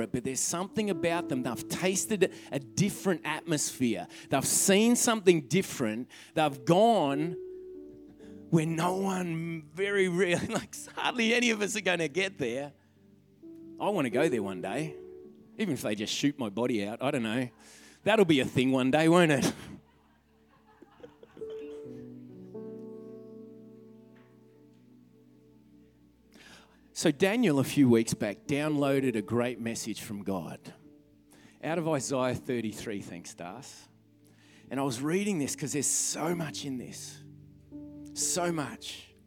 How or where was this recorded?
large echoing room